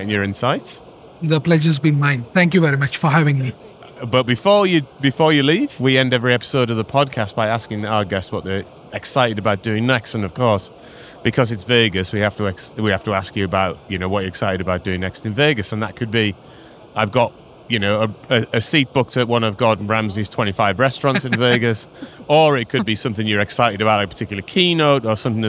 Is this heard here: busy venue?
yes